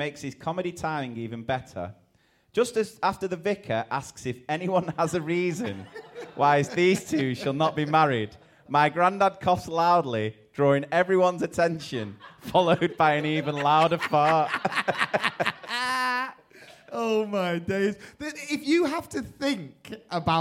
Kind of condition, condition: setting, live audience